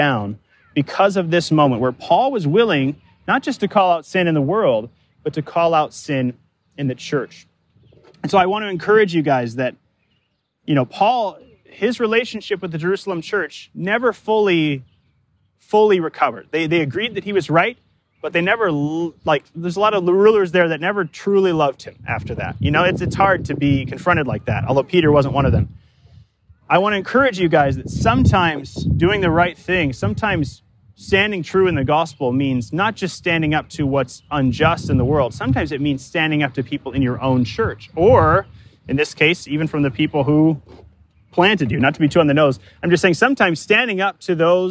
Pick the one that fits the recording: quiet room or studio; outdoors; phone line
outdoors